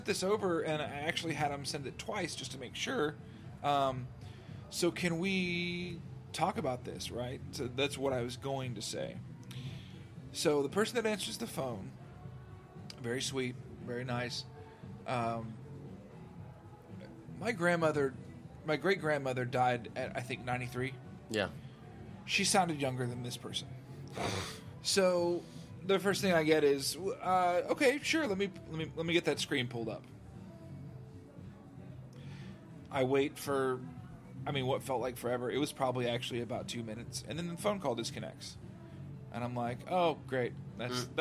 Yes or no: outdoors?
yes